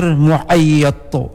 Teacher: huruf ha di tengah-tengah halaq, ada di tengah-tengah halaq yaitu wastal halaq